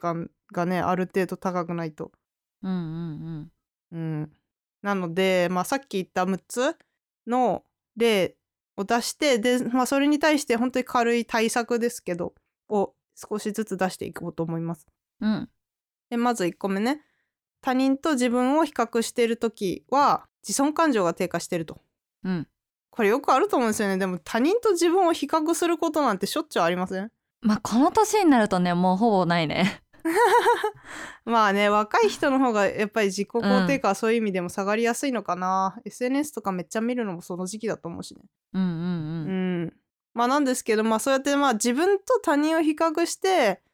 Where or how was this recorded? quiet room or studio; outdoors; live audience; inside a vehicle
quiet room or studio